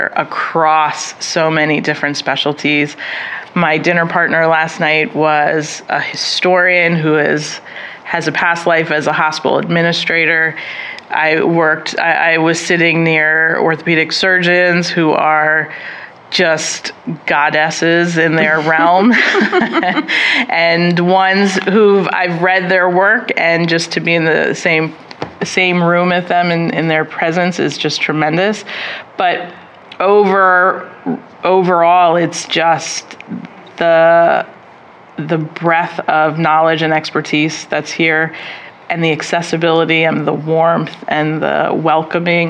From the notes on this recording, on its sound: In this interview, recorded at the annual Movement is Life caucus.